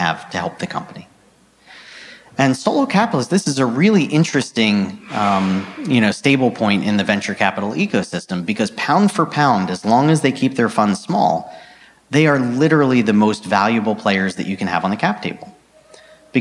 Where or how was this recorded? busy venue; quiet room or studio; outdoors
busy venue